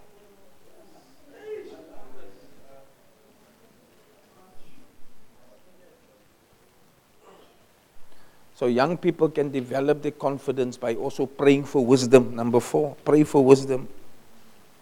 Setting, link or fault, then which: setting, large echoing room